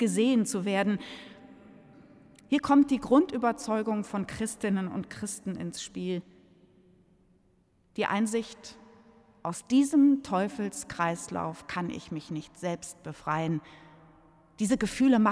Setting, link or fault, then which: setting, large echoing room